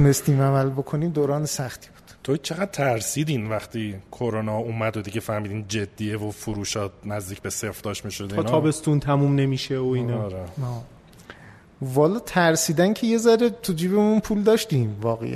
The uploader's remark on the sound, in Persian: این مصاحبه در پنجمین تولد پادکست و با حضور جمعی از همراهان عزیز ۱۰صبح ضبط شده است.